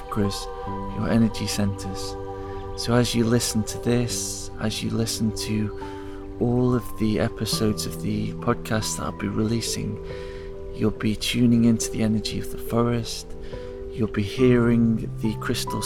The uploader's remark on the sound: Each episode is recorded in the forest so you can hear the sounds of nature